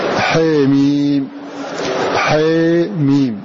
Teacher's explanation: أمال ابن ذكوان وشعبة وحمزة والكسائي ألف حاء من حاميم في فواتحها